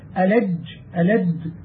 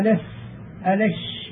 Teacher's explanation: ألا ترى أنك تقول في الحرف الشديد ألج ألد فلا يجري النفس مع الجيم والدال، وكذلك أخواتهما، فلما اشتد في موضعه وامتنع الصوت أن يجري معه سمي حرفا شديدا.